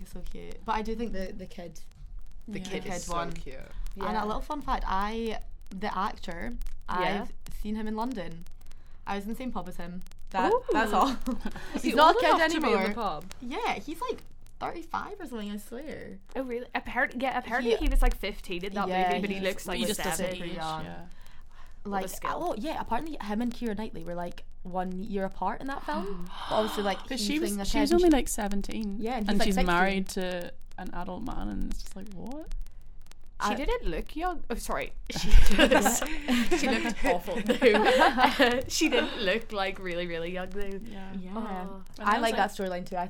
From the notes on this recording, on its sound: please enjoy the sound of the festive "crackling fire" in the background of this podcast (I literally don't know what happened with the mics)